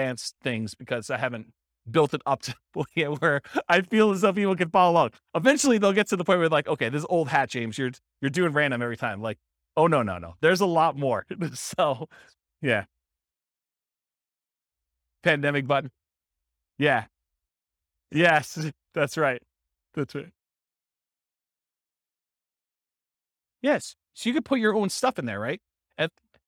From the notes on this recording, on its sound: This was a live class recorded.